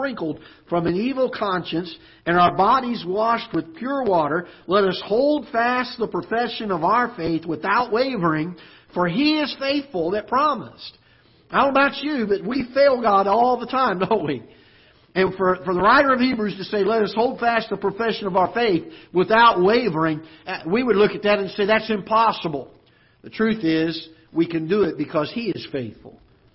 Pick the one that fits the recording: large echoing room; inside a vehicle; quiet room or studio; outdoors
large echoing room